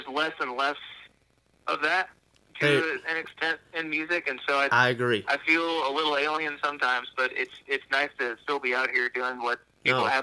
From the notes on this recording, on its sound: burnt the phone lines out to the Ozarks